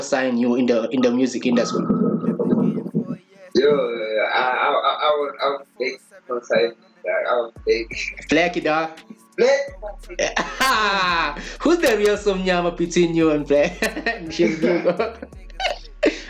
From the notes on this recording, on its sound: Our First VideoCall. (KZN-Limpopo).